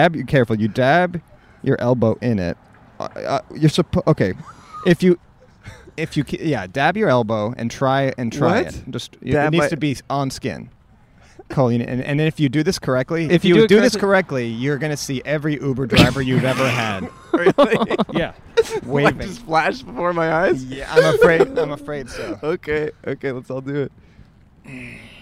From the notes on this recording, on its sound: Recorded on Colorado Blvd in Pasadena, CA.